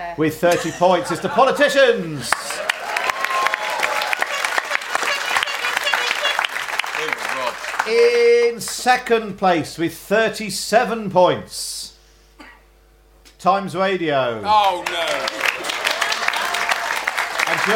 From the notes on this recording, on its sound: In front of a live audience in London.